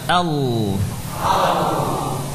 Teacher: Jadi lam sukun tebal. Lam fathahnya juga ikut tebal.